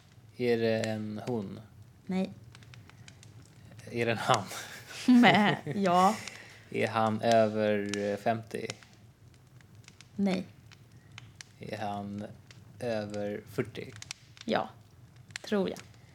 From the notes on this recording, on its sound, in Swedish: Brasan knastrar i bakgrunden